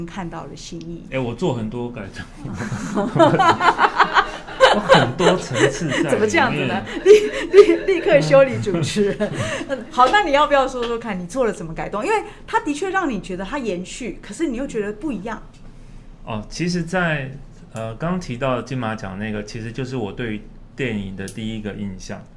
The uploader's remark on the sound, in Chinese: 本集節目在「Sidoli Radio小島裡」現場錄製